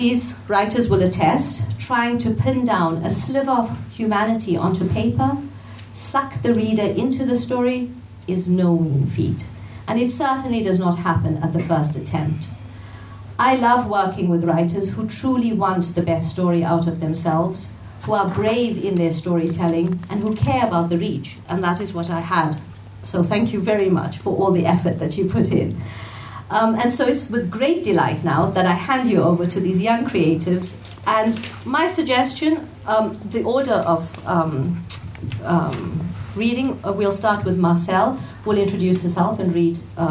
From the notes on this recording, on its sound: This episode was recorded at a live event held during the 2019 Bare Lit Festival titled: Between diaspora and the continent, which doubled as the anthology launch in the UK.